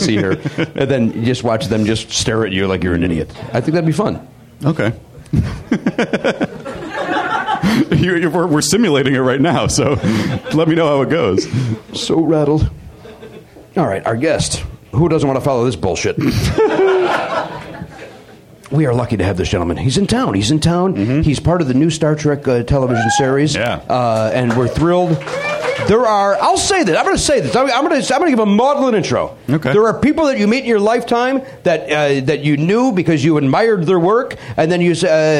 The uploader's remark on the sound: Recorded live at the Comedy Bar in Toronto, Ontario, Canada.